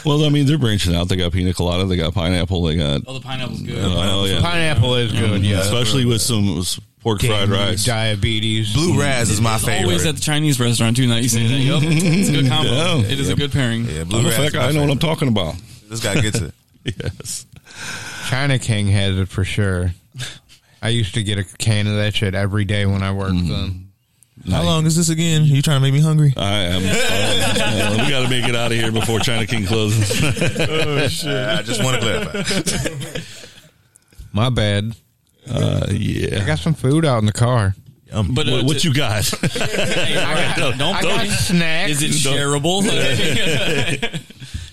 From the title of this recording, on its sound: Live from Pop's